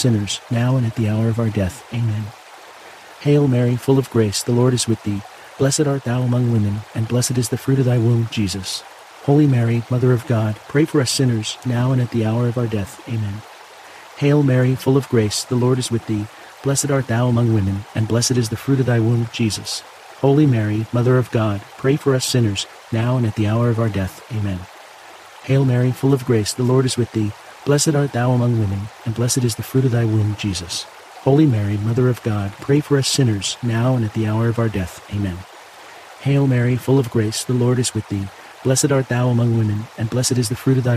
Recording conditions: sounds in the background